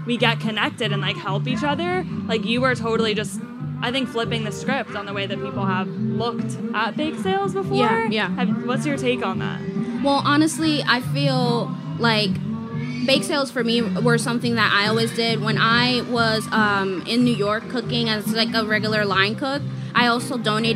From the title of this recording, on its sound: at Charleston Wine + Food 2022